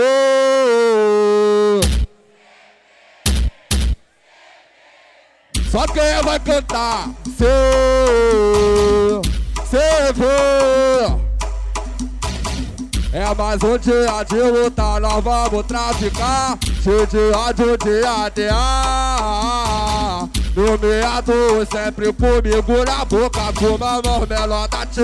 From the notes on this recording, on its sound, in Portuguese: SHOW AO VIVO